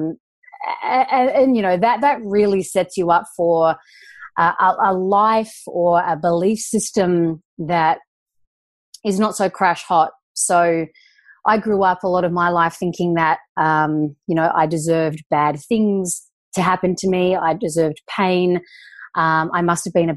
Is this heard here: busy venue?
no